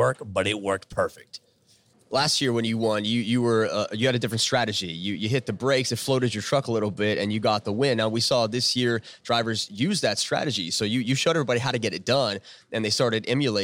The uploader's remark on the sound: on location in Nashville at the Wildhorse Saloon